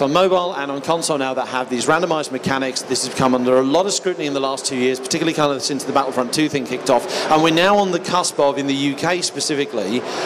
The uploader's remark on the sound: Recorded live from the show floor of EGX 2019.